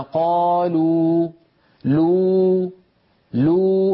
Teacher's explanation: فنجد بأن الصوت يتخامد ويتلاشى شيئا فشيئا وليس هناك نقطة ينقطع وينبتر الصوت عندها · Term: حروف مد